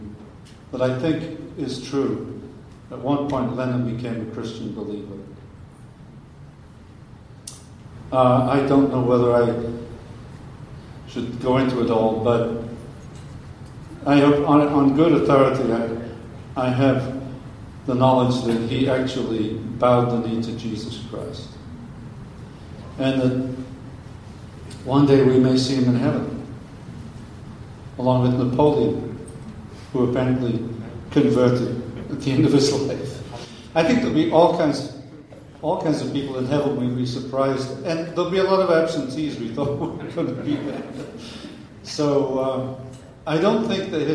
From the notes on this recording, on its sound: Interacting with the audience.